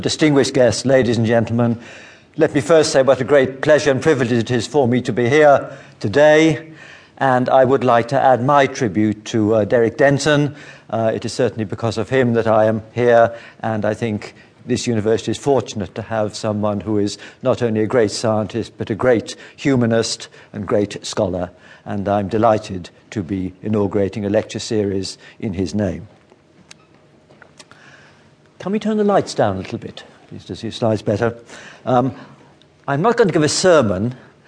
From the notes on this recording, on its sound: Speaking before a live audience at Melbourne University Melbourne, Australia.